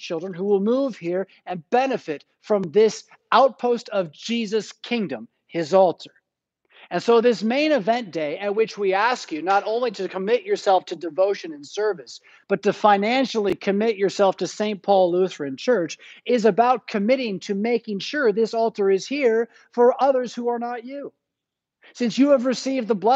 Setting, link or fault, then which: setting, large echoing room